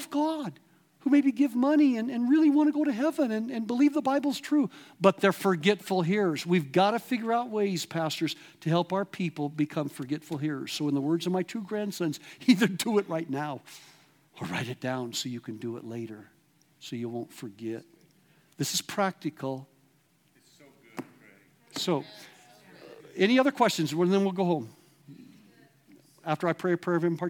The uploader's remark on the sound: at The Awakening Conference LIVE from River House, Garden City, ID.